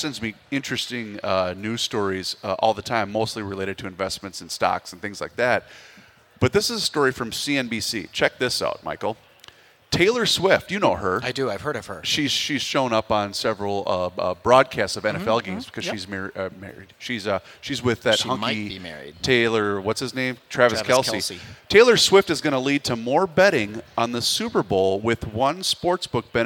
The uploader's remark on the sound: live at the 2024 MN Golf Show